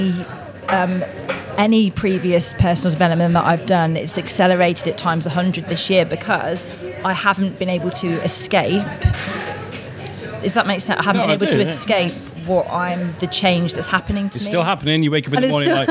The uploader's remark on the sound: Recorded at Daily Brews in Shrewsbury.